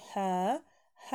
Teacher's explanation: her, здесь может быть ротированный, может быть просто гласный